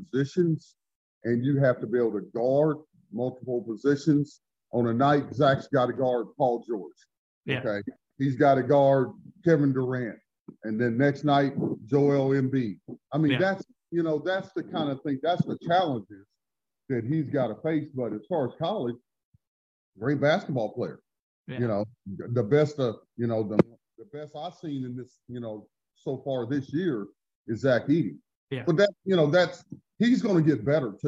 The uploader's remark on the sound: Birthday Zoom.